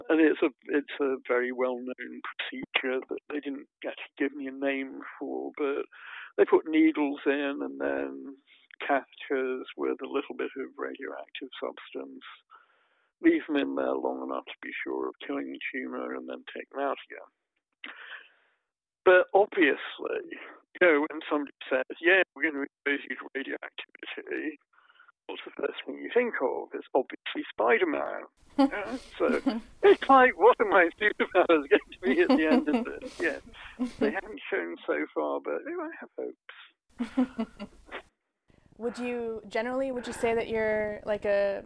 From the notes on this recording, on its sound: We did this interview over the phone and the sound isn’t optimal, I apologize in advance!